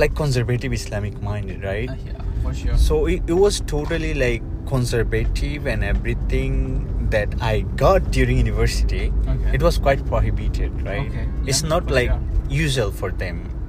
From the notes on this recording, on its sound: Was discussing about university life with my friend while driving.